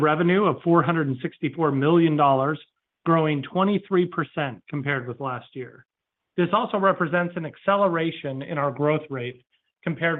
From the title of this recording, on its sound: Second Quarter 2023 Earnings Conference Call